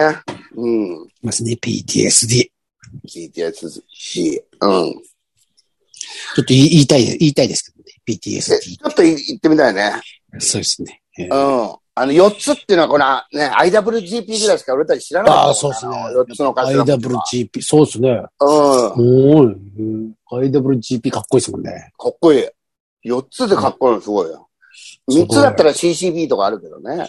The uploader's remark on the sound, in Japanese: ZOOMで収録〜。